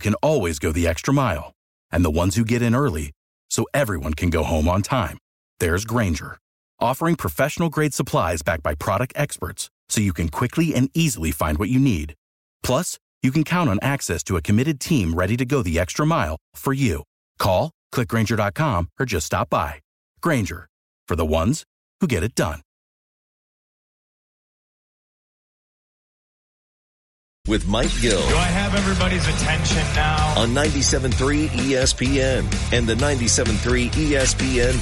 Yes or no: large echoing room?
no